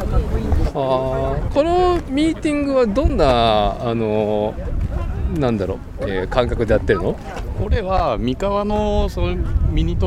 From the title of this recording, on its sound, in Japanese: 屋外収録